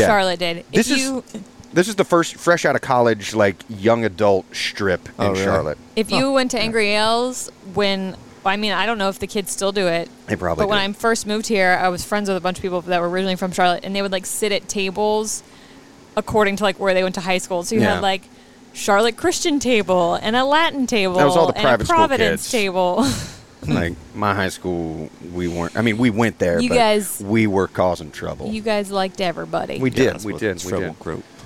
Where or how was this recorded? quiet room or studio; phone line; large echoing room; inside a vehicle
inside a vehicle